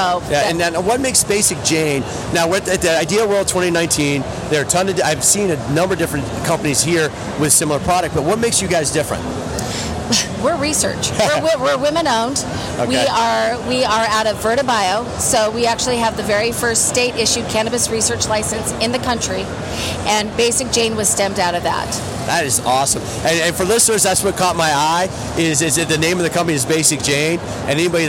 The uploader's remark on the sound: IDEA World Fitness Convention 2019 - LIVE From Trade Show Floor.